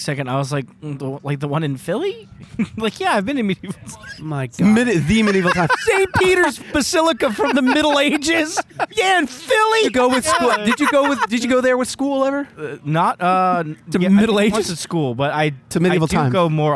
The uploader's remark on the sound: Record a special on-location crossover Podcast featuring the events, offerings, and unique people of the ‘Saucetober Fest’ Hot Sauce Festival at Lone Eagle Brewing in Flemington NJ. Finally, we commentate live during the Hot Wing eating challenge.